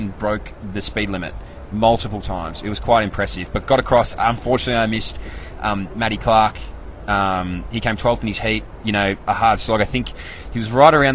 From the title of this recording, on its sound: LIVE FROM THE WORLD CHAMPS